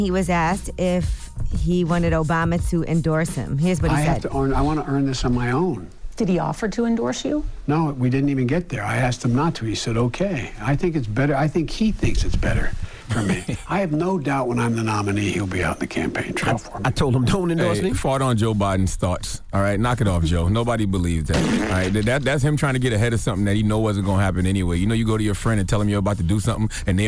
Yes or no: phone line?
yes